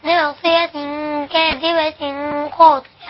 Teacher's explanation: عندي ناصية كاذبة مع الكاف في اخفاء، لكن مع ايه الخاء مفيش اخفاء، في حاجة اسمها اظهار